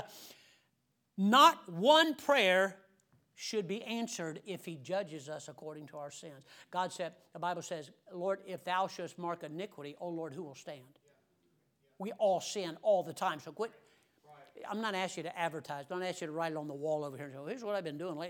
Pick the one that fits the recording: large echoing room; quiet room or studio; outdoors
large echoing room